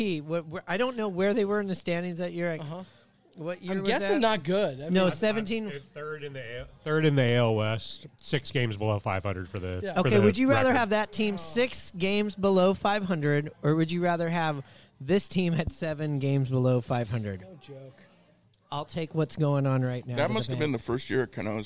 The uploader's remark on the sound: Live at Vault 177 Bar and Grill.